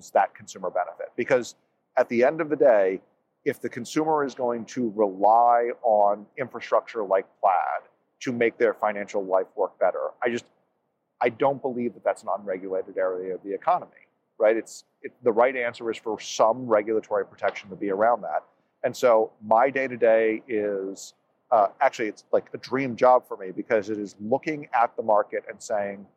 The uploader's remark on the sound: LIVE from Money20/20. It's timely and yet it was recorded last October LIVE at Money20/20.